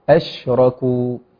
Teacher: ففي صفة التفشي، ومعنى التفشي انتشار الصوت بحرف الشين